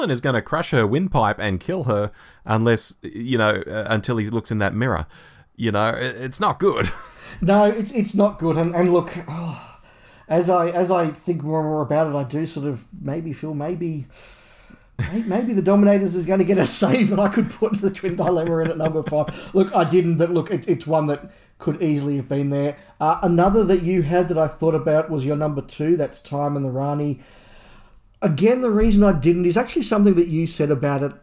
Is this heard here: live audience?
no